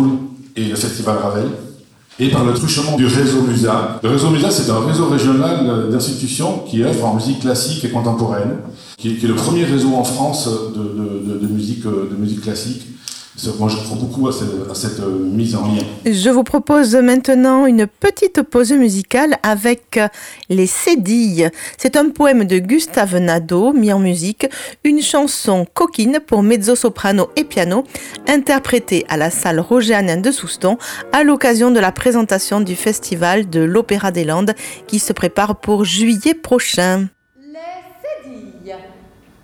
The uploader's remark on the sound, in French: Retour sur la soirée de présentation du programme du prochain festival de l'opéra des Landes à Soustons ( espace culturel Roger Hanin). Retour sur la soirée de présentation du programme du prochain festival de l'opéra des Landes à Soustons ( espace culturel Roger Hanin).